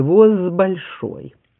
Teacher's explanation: Ну, какой-то там где-то двигался «воз большой». Конечно, если второе слово, знаменательное, начинается со звонкого, шумного, то предыдущий тоже звонкий – «воз большой».